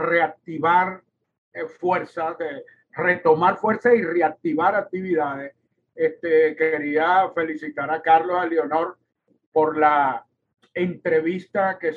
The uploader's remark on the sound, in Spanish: este episodio grabado en videoconferencia